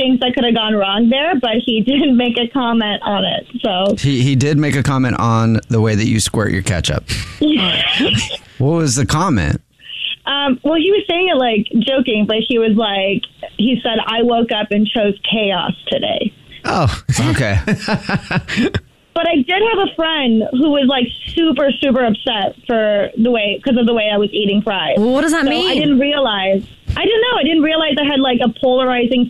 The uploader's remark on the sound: We get that other person on the phone